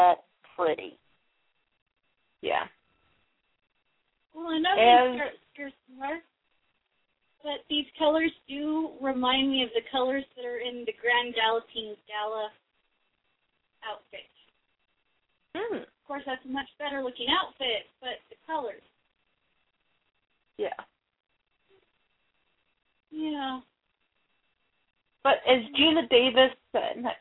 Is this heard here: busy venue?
no